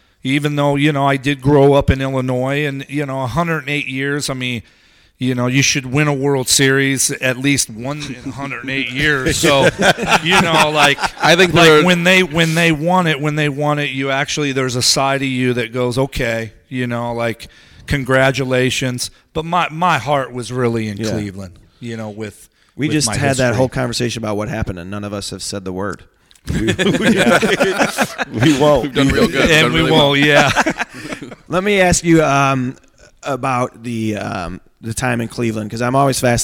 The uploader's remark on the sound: live from SoxFest 2017!